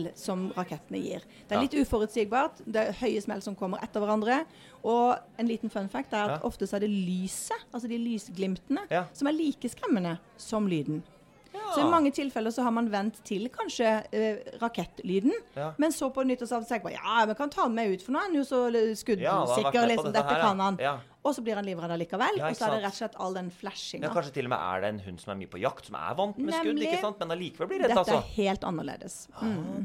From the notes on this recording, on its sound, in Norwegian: Live julespesial fra Acast sitt studio i "Jul i Vinterland" midt i Spikersuppa i Oslo.